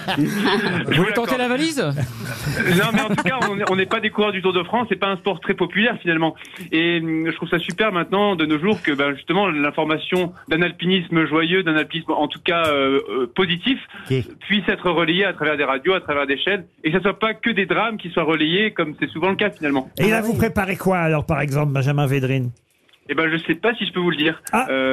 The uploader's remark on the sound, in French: au téléphone des Grosses Têtes ce 16 octobre